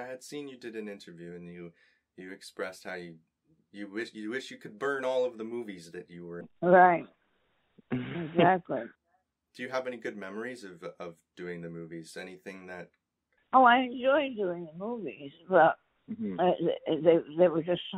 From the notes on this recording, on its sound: joins me over the phone